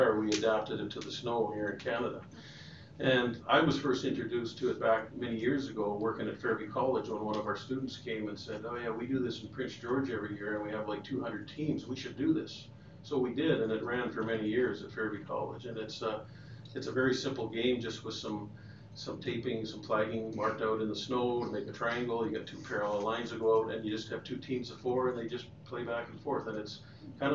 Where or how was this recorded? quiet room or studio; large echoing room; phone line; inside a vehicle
large echoing room